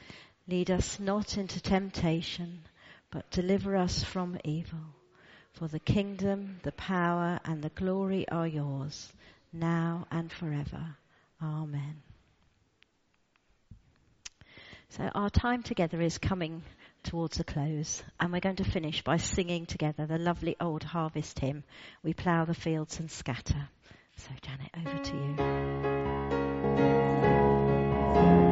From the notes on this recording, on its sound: All Saints All Age Harvest Service. Recorded at the 10:00 service on Sunday 9th October at All Saints.